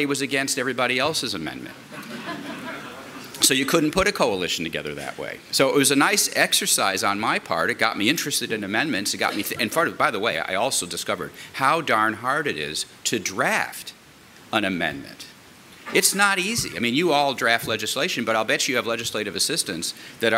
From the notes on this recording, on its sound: At a 2014 panel given before a group of state legislators